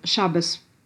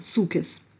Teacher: Если эти слова – это часть потока речи на идише, на спонтанной речи, то они произносятся с переносом ударения к началу, обычно на предпоследний слог, и с редукцией того, что оказалось после ударения